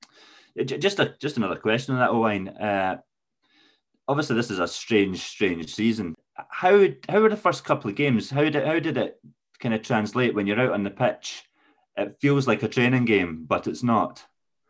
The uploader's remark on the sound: As usual our chat was conducted through the socially-distanced means of Zoom